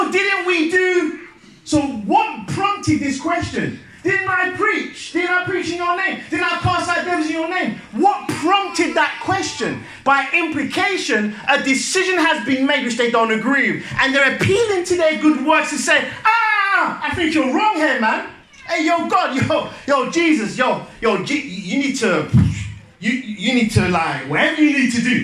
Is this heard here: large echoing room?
yes